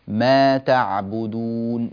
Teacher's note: هذه ما تعبدون حركتان فقط، ما تعبدون، لا تزد، لا تزد الزمن